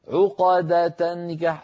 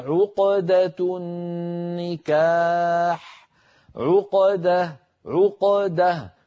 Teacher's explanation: فالقاف ساكنة لا تتأثر بالضمة قبلها ولا الفتحة بعدها · Shown in: second take